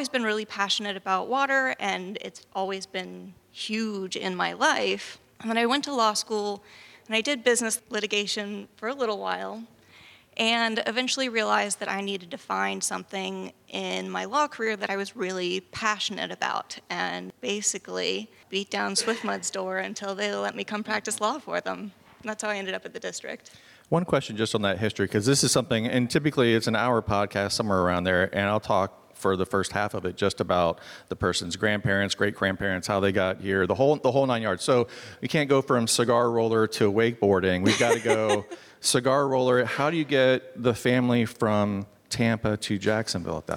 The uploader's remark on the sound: travels to Tampa to record live in front of the National Association of Administrative Law Judiciary’s (NAALJ) National Conference